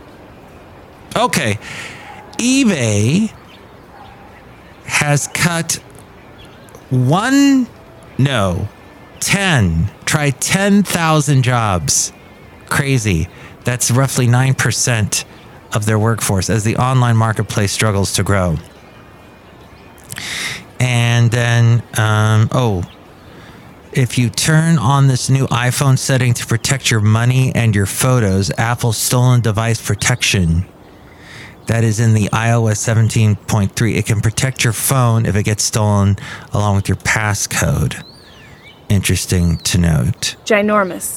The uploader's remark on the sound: He podcasts live from Café Anyway.